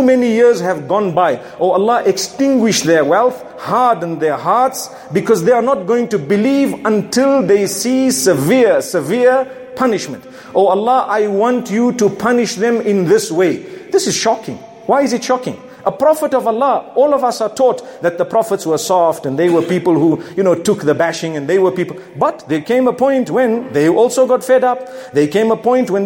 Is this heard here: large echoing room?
yes